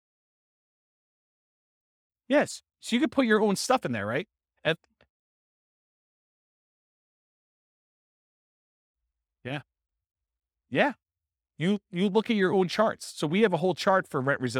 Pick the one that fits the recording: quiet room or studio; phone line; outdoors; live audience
live audience